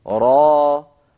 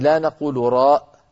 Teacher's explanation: فنقول را ولا نهمز آخرها